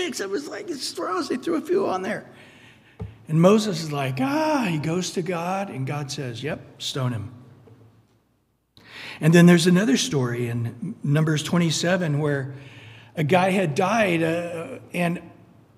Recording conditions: large echoing room